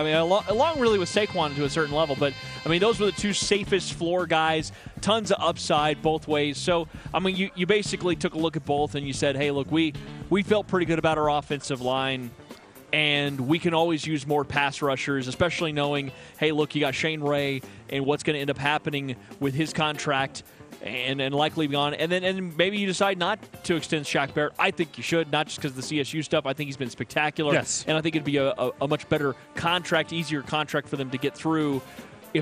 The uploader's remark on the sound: Live From Bad Daddy's